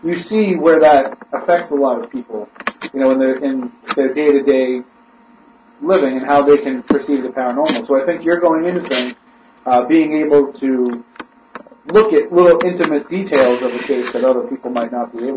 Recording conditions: poor sound quality